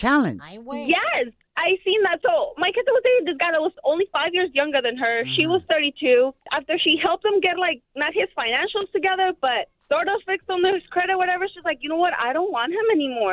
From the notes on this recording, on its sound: we had some cougars call